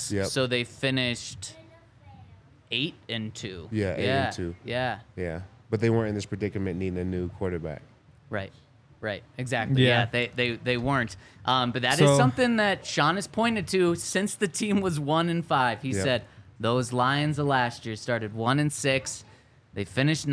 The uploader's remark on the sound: Coming to you LIVE from the DNVR Bar.